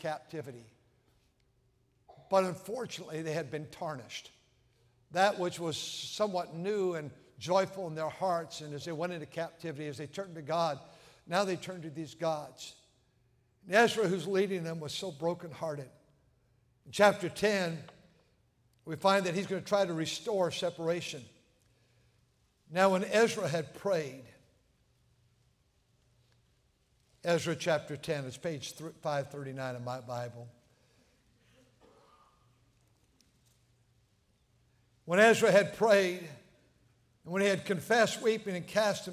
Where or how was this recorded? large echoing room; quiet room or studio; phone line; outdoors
large echoing room